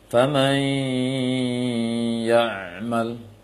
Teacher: menggabungkan bunyi nun sukun ke dalam ya dengan tidak sempurna, sehingga juga karena lisan tidak bertempat tertekan ke gusi lagi · Term: idgham naqis